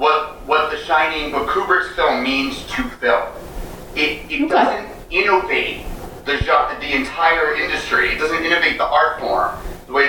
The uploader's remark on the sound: We apologize for the audio, we had some technical difficulties remote broadcasting.